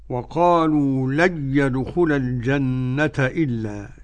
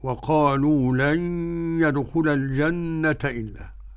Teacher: عدم الغنة عند ملاقاة النون مع الياء لخلف عن حمزة · Shown in: first take